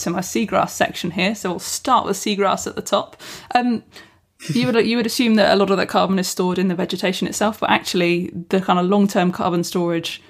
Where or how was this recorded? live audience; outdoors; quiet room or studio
quiet room or studio